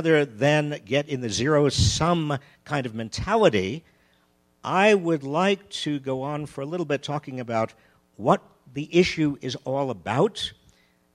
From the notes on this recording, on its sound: Recorded live at the Aspen Ideas Festival.